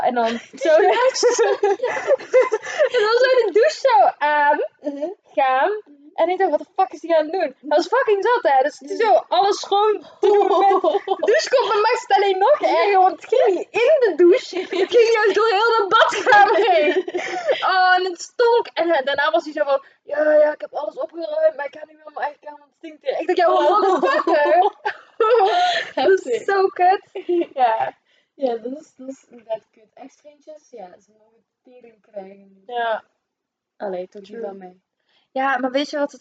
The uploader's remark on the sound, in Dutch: Eerste podcast, sorry voor het geluid, haha...